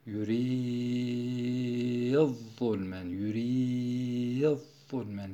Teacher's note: Yuridu zulmeni dal-i za harfine katarak yuridu de normalde medde tabi var bir elif çekilirken dal harfine za harfine katılmasıyla sükünü lazımlı, şeddeli bir sükünü lazım ortaya çıkmış oluyor. Ve böylelikle meddi lazıma dönüştüğünden yuridu'z-zulmen, yuridu'z-zulmen diye okuyor.